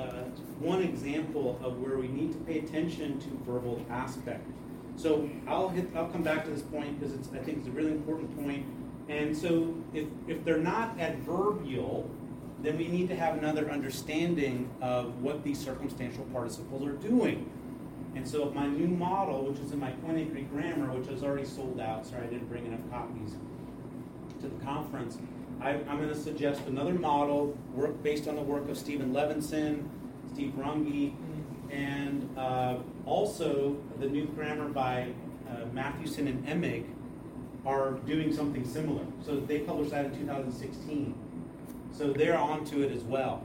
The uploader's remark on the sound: presentation at the "Greek and Hebrew for Life" conference in Louisville, KY (2023)